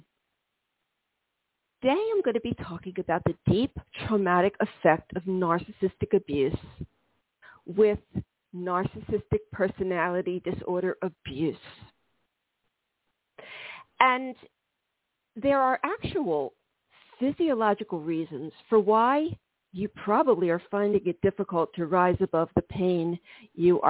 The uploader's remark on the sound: This is a call in show.